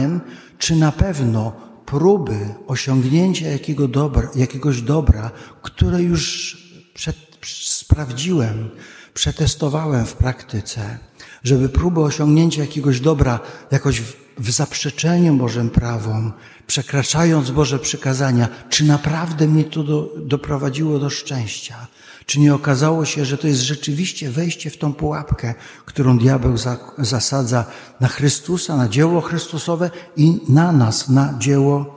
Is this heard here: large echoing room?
yes